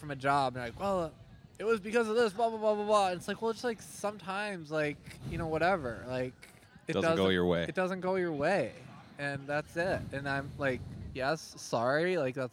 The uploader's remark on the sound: Come to you live from the patio at Canal Shores in our first podcast of the summer.